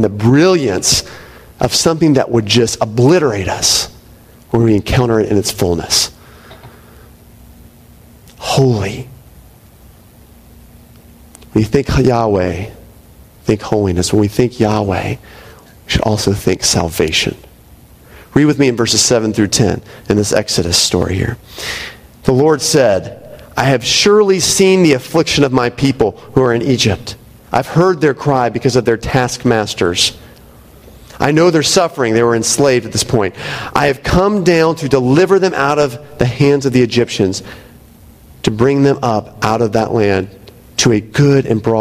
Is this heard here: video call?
no